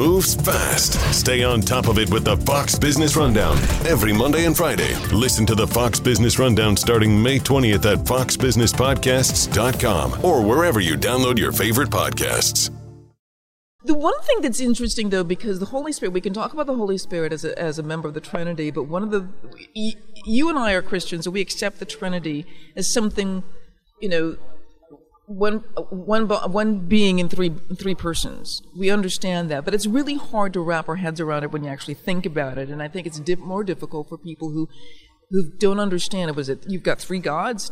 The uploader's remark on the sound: recorded at the National Religious Broadcasters convention in May